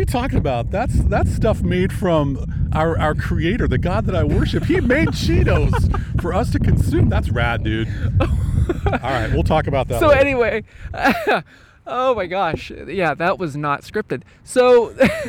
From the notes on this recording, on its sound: Recorded from the Oyster Dome. We recorded live from the top of the Whatcom famous Oyster Dome.